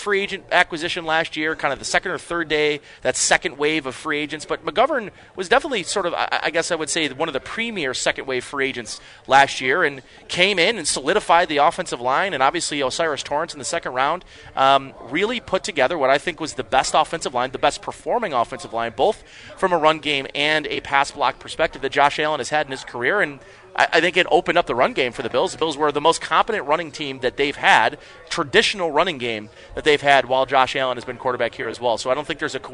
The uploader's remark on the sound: Live from Batavia Downs